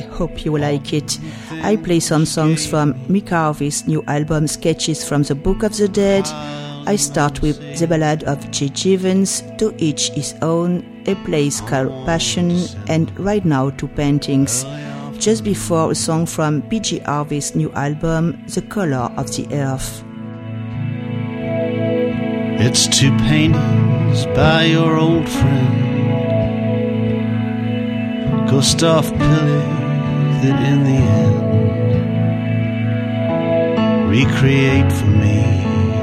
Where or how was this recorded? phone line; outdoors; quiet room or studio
outdoors